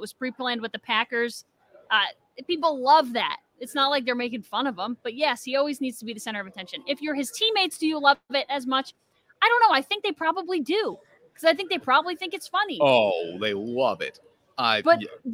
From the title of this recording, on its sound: LIVE From Saratoga Race Course